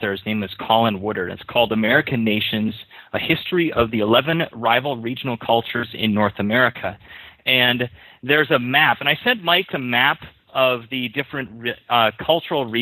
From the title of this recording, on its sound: Saturday Call In Show